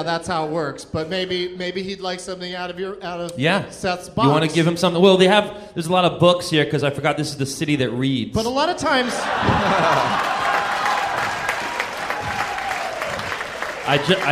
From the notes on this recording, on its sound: Live from the Baltimore Comedy Factory